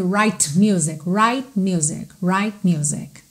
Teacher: mais uma oportunidade para você perceber o T do right que não aparece. Você não ouve right music, right music, right music.